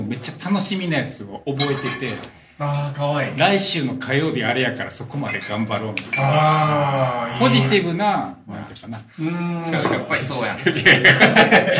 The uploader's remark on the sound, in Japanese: 今回は、宝塚・清荒神にある「awai KIYOSHIKOJIN」にて収録しました。Awai KIYOSHIKOJIN は建築家の奥田達郎さんが手がけた大きなキッチンが特徴のシェアハウス。ここの大きなキッチンをお借りしたのでした。せり鍋を準備中のところ、周りにも大勢の人がいる中での30分、賑やかにしゃべり倒しております。ささやかながら、これも公開収録でしょうか。